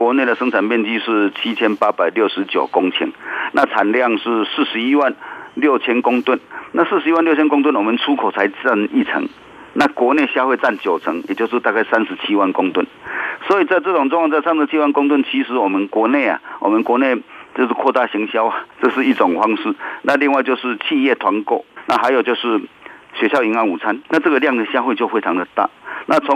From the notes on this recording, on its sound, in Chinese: 上週五央廣聽友現場Call-in表達關切。